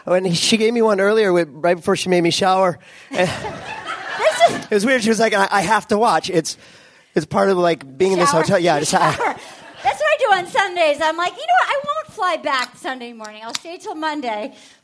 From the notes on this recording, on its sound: Live from SF Sketchfest. It's LIVE from the San Fransisco Sketchfest.